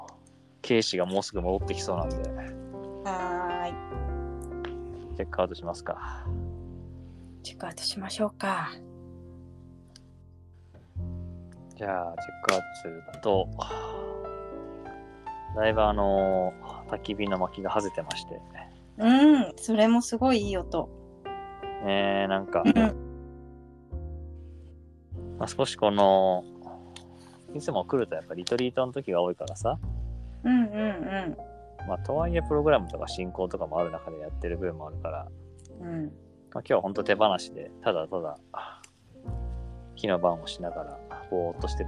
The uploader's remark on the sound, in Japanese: 山中湖の森で焚き火の番をしながらの収録。二人のその自然体な過ごし方がそのまま声と音に残った。